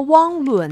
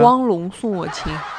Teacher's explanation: 这个伦啊是前鼻音啊 · Shown in: first take